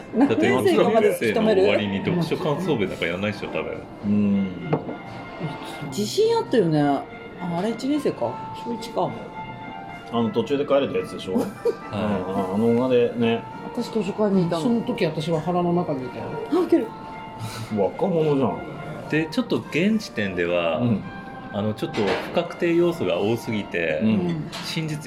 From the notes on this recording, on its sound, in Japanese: 今回は趣向を変えて居酒屋での収録です。